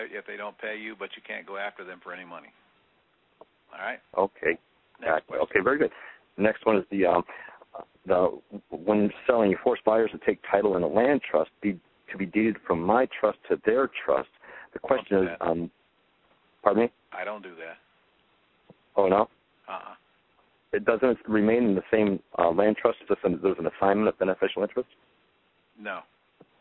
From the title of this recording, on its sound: Q&A Call